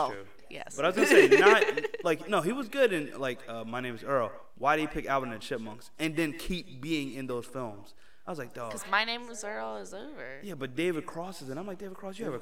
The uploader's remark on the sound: Sorry about the echo in advance